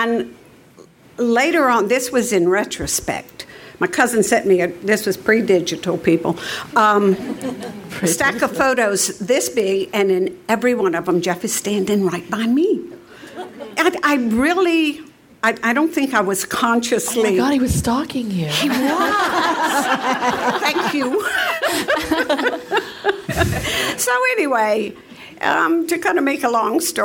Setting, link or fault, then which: setting, live audience